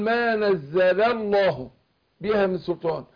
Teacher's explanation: لام لفظ الجلالة خلاص اتفقنا ان احنا هنفخمها عشان قبلها مفتوح